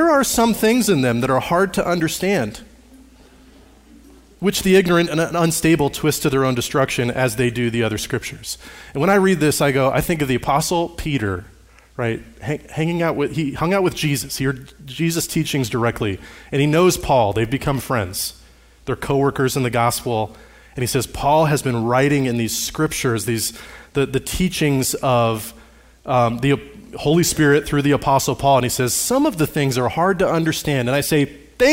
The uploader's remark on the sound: Recorded on Sunday, May 21, 2023, at Liferoads Church in Spokane, Washington.